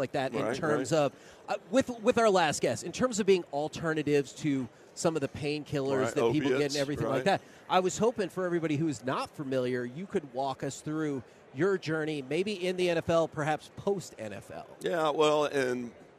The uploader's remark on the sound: LIVE from Radio Row in Las Vegas!